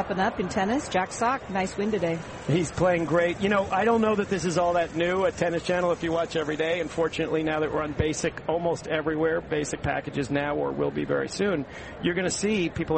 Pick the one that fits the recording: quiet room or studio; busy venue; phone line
busy venue